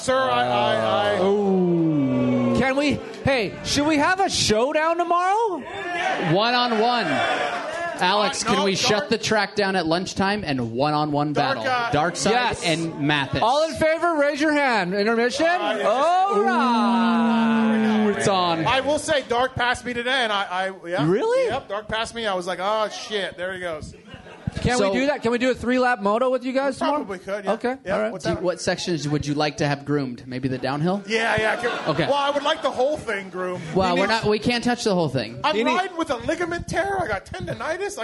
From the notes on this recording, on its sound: Pulpmx Show LIVE from Millville. The first ever Pulpmx ride day at Millville happened and we did a live show Saturday night.